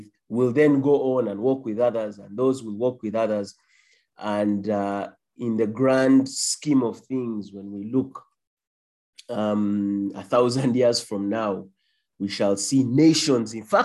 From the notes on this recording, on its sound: A recording from the 1st All Saints Cathedral Kampala Men's Discipleship Groups leaders' online training